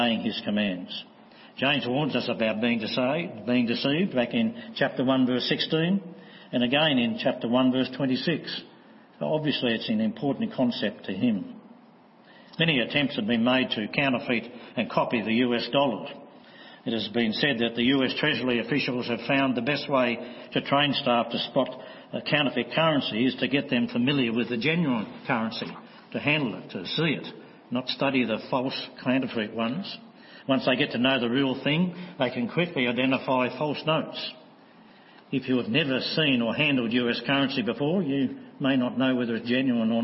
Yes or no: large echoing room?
yes